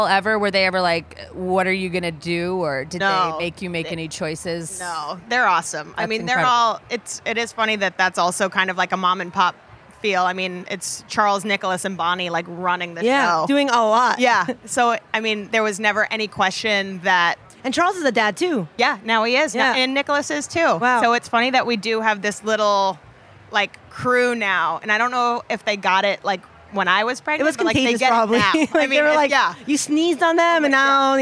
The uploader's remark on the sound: Took over the mic for this special segment from Charleston Wine + Food.